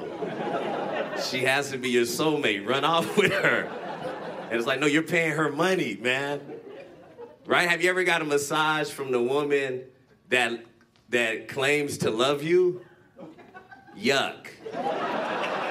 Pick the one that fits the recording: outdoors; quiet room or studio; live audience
live audience